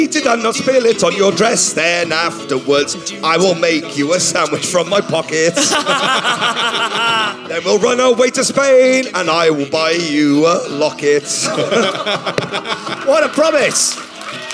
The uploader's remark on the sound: a special episode recorded at the 2017 Latitude Festival